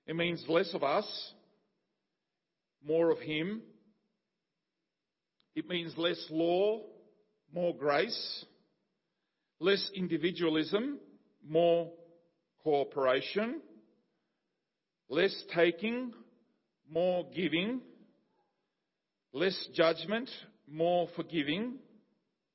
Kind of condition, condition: setting, large echoing room